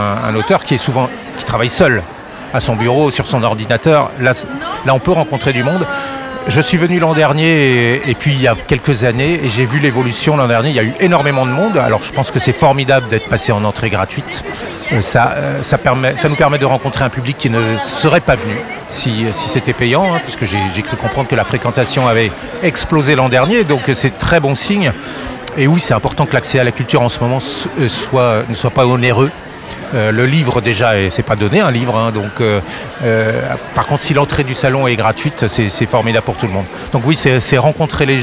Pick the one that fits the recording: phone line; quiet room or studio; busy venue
busy venue